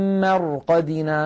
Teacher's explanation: طيب إن كانت ساكنة ننظر إلى الحرف الذي قبلها، إن كان مفتوحا أو مضموما نفخمها، وإن كان مكسورا نرققها، يعني نعتبرها كأنها مشكولة بحركة الحرف الذي قبلها، ساكنة قبلها مفتوح، مثل مرقدنا، قالوا يا ويلنا من بعثنا من مرقدنا، نلاحظ هنا الراء ساكنة قبلها مفتوح فنفخمها وكأنها راء وكأنها مفتوحة